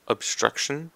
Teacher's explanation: So this time we have the emphasis on the second syllable, obstruction.